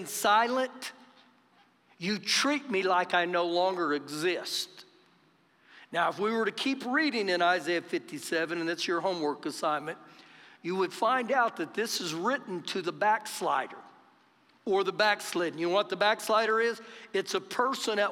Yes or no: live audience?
yes